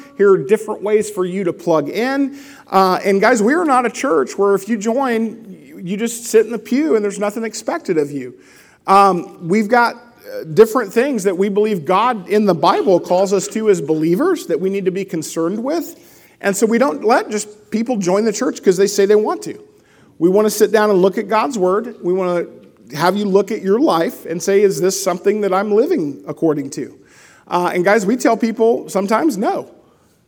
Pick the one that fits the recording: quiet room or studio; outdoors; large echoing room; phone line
large echoing room